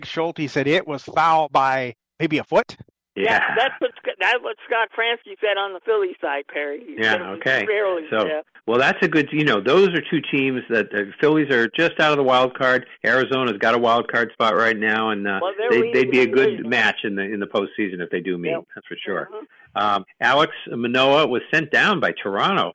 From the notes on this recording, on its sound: We talk all things sports and take your live calls and questions.